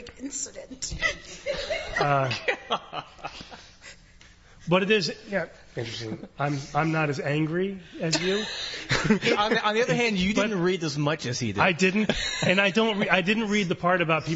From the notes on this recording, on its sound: Live recording in front a group of skeptics! Our first live recording.